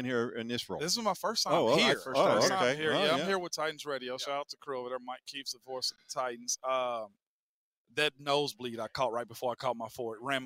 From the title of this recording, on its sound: The Drive LIVE from the NFL Combine